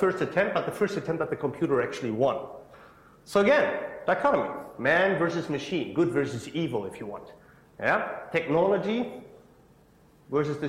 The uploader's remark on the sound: IFE Lecture, recorded 1 September 2017 at QUT.